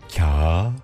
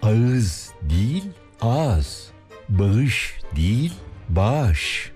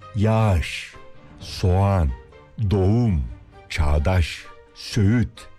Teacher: yumuşak G'yi söylemeyip ondan önceki ünlüyü bir değer uzatıyoruz. Kağıt. Ardından gelen ı'yı bir değer olarak ardına ekliyoruz.